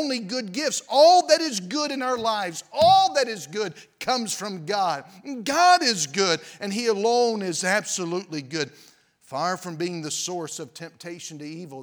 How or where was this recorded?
large echoing room